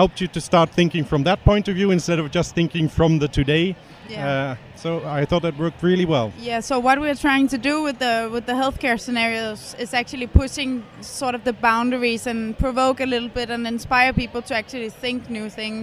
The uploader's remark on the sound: Relive the Toronto Global Service Design Conferent. We walked around with our microphones again and bumped into many interesting designers from all over the world.